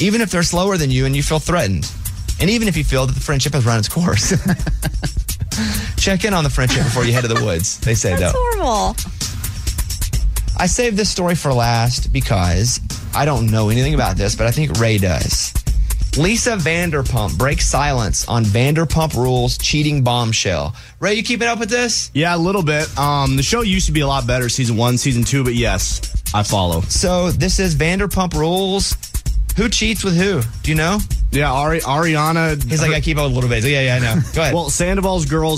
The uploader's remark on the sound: He called into the show